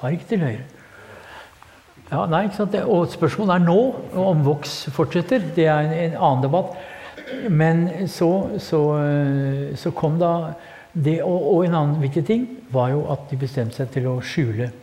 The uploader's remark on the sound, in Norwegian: på Nobels Fredssenter med publikum tilstede.